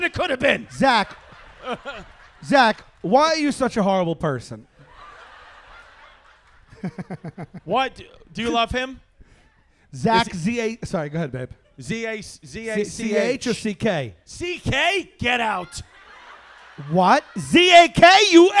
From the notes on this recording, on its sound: LIVE at SoulJoel's Comedy Club in Royersford,PA!